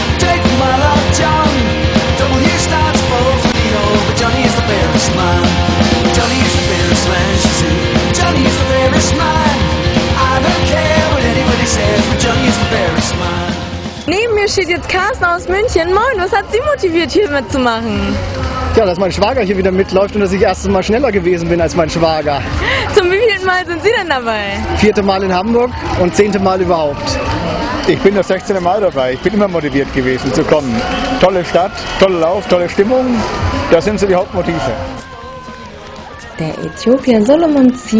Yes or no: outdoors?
yes